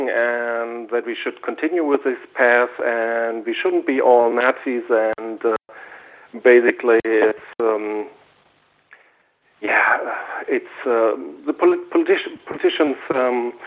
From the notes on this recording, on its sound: Call In Show.